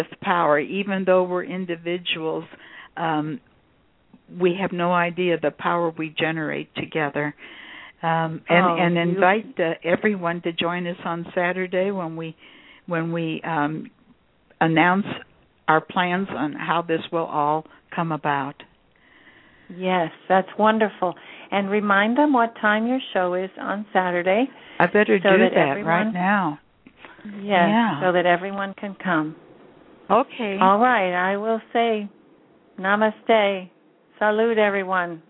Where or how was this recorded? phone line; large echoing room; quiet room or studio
phone line